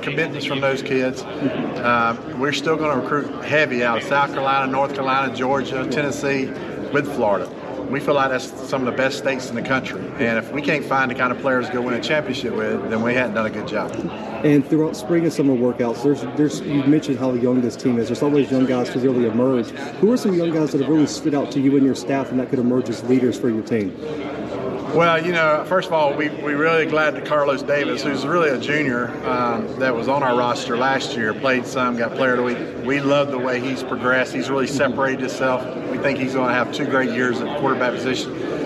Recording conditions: busy venue